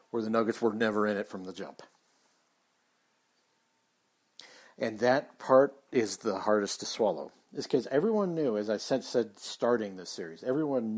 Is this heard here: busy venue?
no